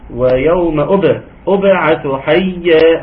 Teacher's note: ثم الباء مقلقلة في ويوم أبعث حيا